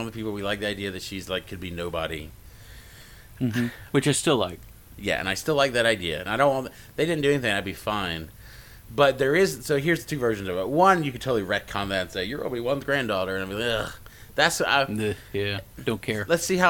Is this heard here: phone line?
no